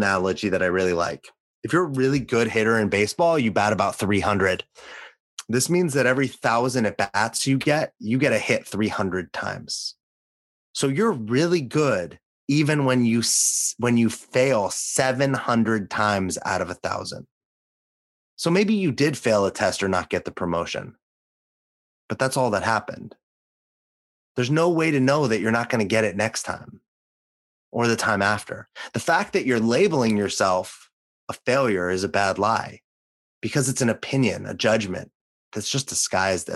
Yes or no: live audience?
no